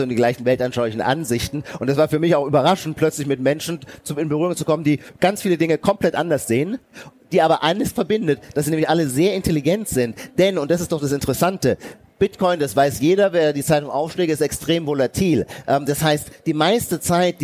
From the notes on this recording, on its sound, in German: April 2023 auf der Leipziger Buchmesse aufgezeichnet.